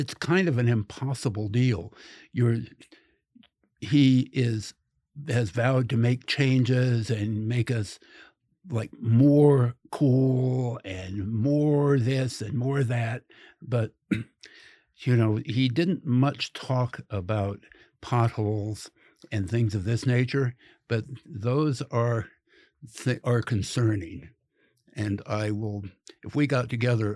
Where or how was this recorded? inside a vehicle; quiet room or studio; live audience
quiet room or studio